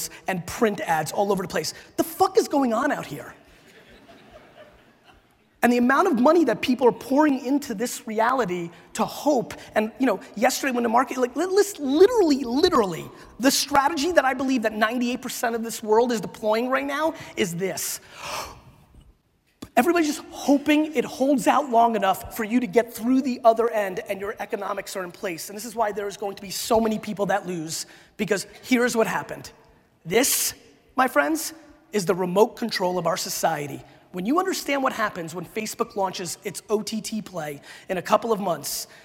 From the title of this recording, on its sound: A Keynote: SALT Conference 2017